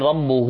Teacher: نقول ربه حركتين مد طبيعي ويسمى الصلة الصغرى